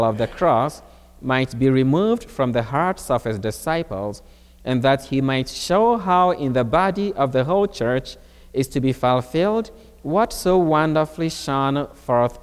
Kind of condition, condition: setting, large echoing room